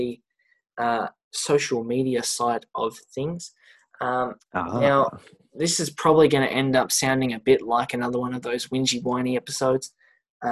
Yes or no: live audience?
no